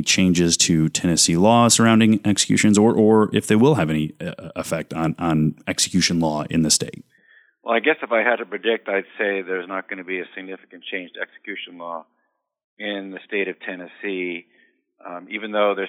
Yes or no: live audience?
no